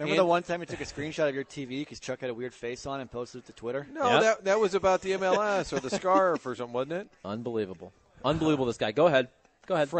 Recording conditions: busy venue